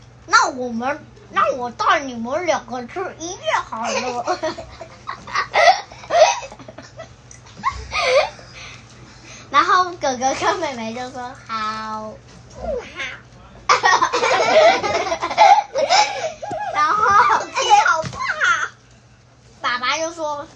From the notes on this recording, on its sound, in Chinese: 原汁原味一刀未剪。本集是由一群孩子們關在房間邊嗑瓜子邊錄音。